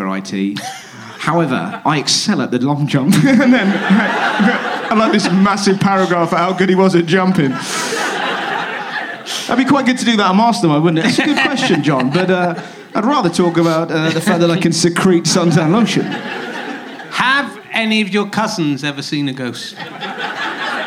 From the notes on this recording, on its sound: Leicester Square Theatre Podcast. Some audience interaction and some quite specific heckle put downs.